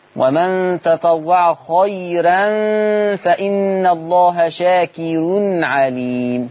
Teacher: ورش لما تكون الراء مفتوحة وقبلها ياء لين تبقى مرققة، ما تبقاش خيرا، تبقى خيرا. · Term: الراء مرققة